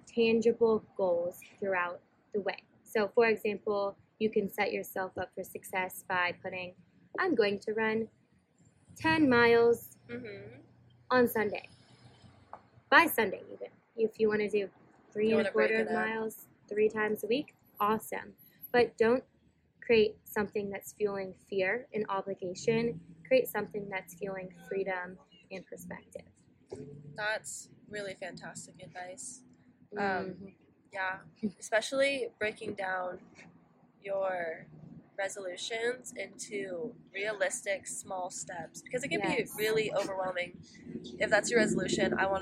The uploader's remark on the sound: Excuse the background noise